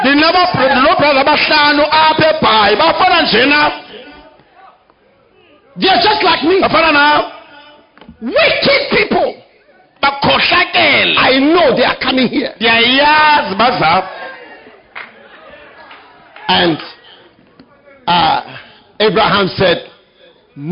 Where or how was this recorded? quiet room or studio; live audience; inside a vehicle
live audience